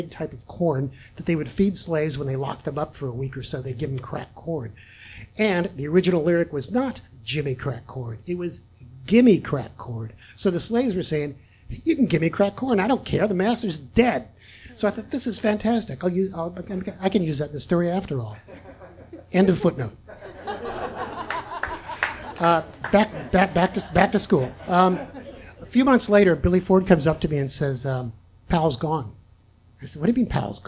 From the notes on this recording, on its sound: This story was recorded live on 14 March 2017 at Tiger!Tiger! Tavern in San Diego, California.